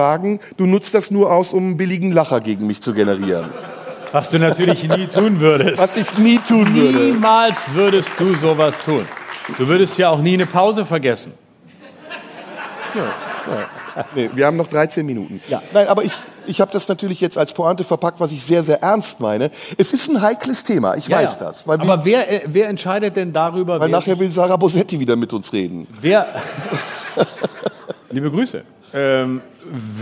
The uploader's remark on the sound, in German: Live im Tipi. Vor Publikum im Tipi am Kanzleramt. Dabei spielt die glühende Hitze im Zelt eine Rolle.